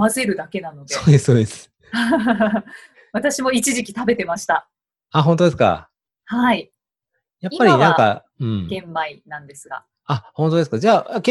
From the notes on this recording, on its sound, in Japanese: オンライン収録のため、通常より音声が劣りますがご了承ください